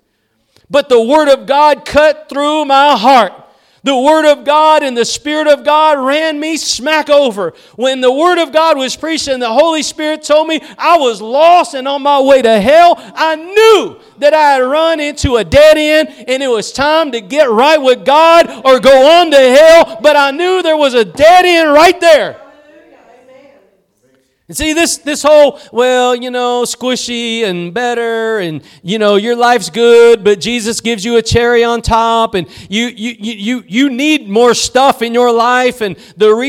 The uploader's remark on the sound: Preached at Gospel Lighthouse in Bossier City, La.